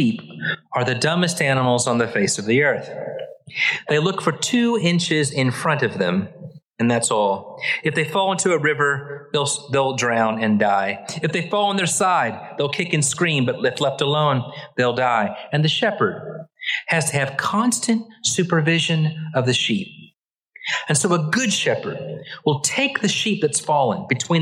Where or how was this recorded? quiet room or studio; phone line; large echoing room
large echoing room